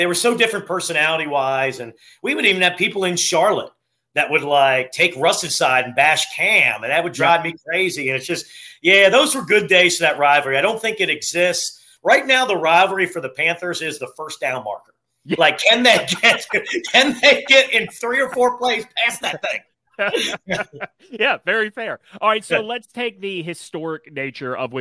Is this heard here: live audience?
no